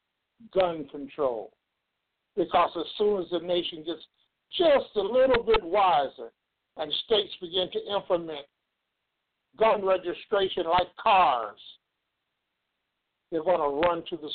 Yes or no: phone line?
yes